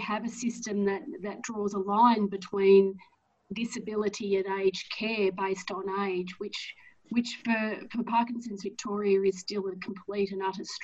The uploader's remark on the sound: We are chatting again via zoom